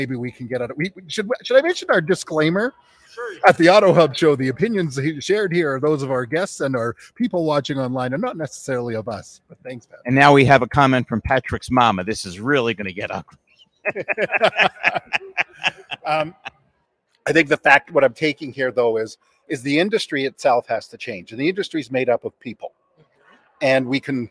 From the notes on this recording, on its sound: at Driving Sales LIVE in person at the Driving Sales Event in Las Vegas